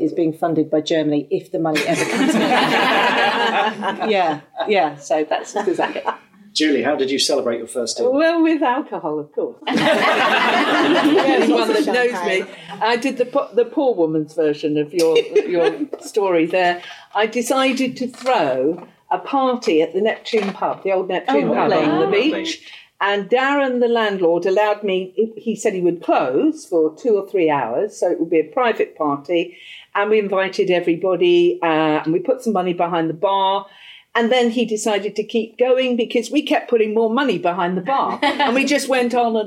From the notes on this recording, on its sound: A special live show from Waterstones in Canterbury.